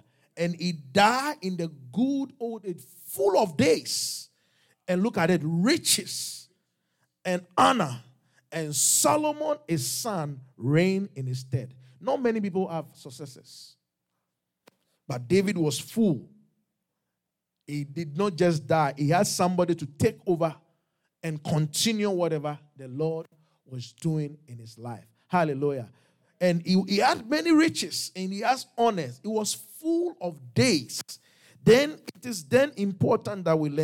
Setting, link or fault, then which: setting, large echoing room